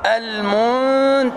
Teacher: التاء لابد أن ترقق والظاء في آخر درجات التفخيم، ولا تقول عن الظاء مرققة فهذا خطأ، وبعض الناس يقرأها شبيهة بالذال فيقول المنتظرين وهذا خطأ، والصواب المنتظرين خلفي المنتظرين.